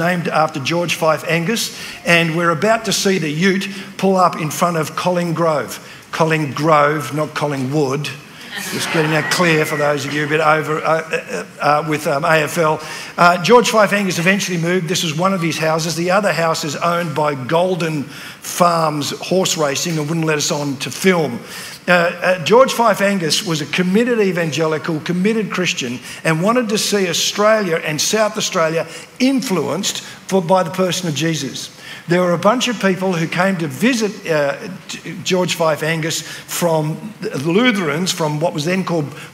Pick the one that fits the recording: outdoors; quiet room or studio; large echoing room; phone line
large echoing room